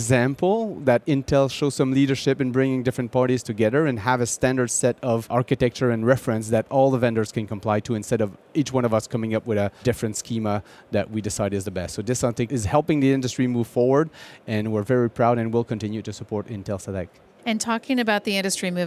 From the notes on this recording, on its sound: Joins Intel Chip Chat Network Insights from the Mobile World Congress in Barcelona.